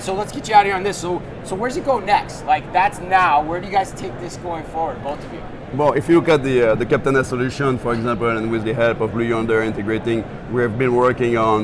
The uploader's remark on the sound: Live From NRF 2024